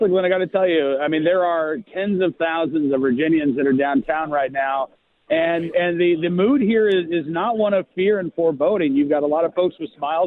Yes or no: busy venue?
yes